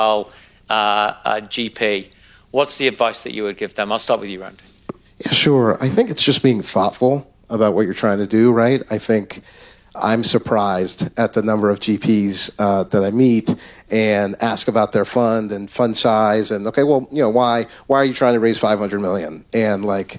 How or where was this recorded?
busy venue